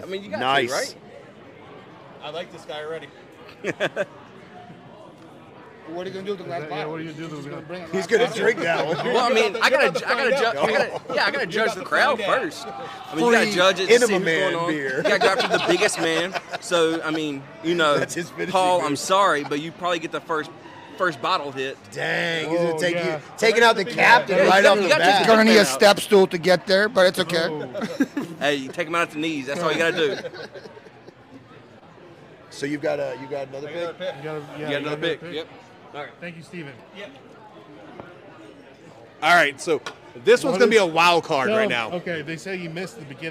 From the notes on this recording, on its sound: LIVE FROM FLIPCON